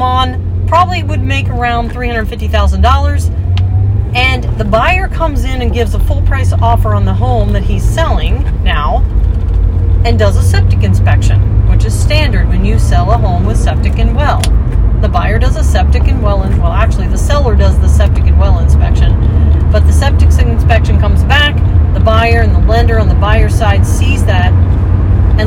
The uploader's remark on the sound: I frequently record podcasts while driving, so noise may be a factor but the content is worth it, it's where I do a lot of thinking.